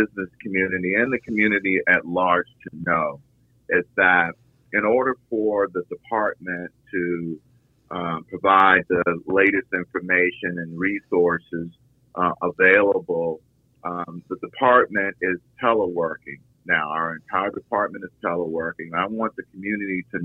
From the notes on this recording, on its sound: talks by phone